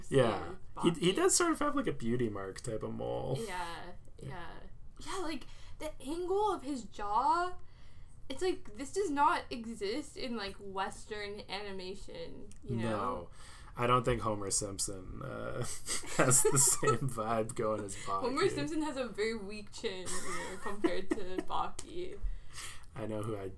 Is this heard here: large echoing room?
no